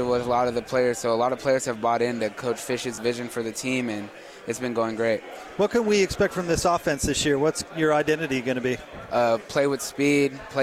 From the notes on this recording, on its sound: LIVE from Pac-12 Media Day in Los Angeles, CA.